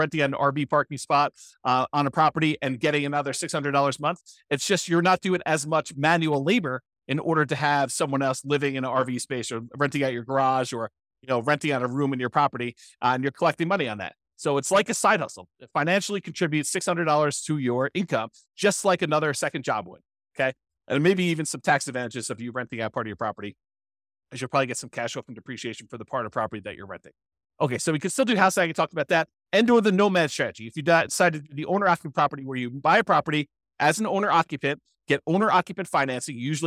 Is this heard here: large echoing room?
no